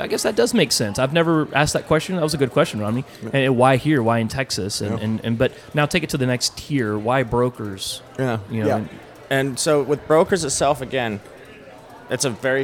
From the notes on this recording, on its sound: We bring you conversations recorded at the Geraci Broker Exchange conference in Dallas.